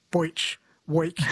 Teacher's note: Bruce says there seems to be a difference in accent between Northern and Southern Australia. Southerners tend to pronounce the E sound as an oi, like boich, weak.